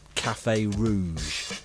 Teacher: The voiced palato-alveolar sibilant, typically used in words of French origin, like café rouge.